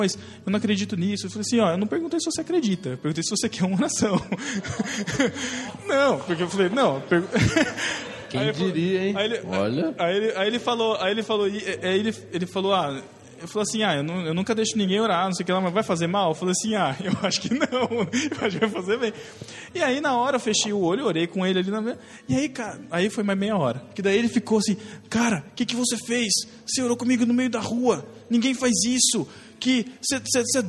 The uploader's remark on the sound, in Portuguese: gravado direto da Confraria No Barquinho 2015 em Jaú-SP